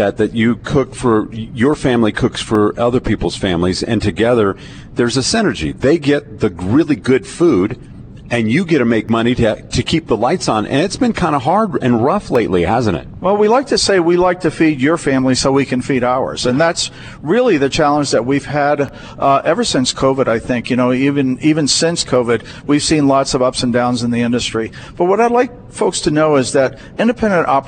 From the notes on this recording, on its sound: LIVE remote edition of KRDO's Afternoon News. Momma Pearl's Cajun Restaurant at 162 Tracker Drive at the Polaris Point Shopping Center near I-25 and North Gate Boulevard.